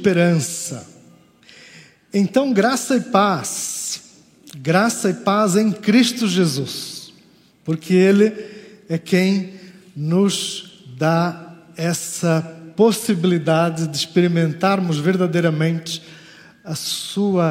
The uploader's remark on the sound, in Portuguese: Culto ao vivo IBMorumbi